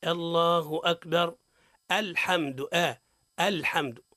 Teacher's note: الصواب هو الله أكبر الحمد لأن همزة الوصل عند الابتداء مثل همزة القطع تماما